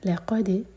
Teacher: آگے ہے الہ، ہاں پر فتح کی تنوین ہے، یہاں رکیں گے تو یہ بنے گا مد عوض عن التنوین، دو حرکہ لمبا کھینچ کر رکیں گے. الہ لقد، لام لائٹ، قاف ہیوی، دال پر قلقلہ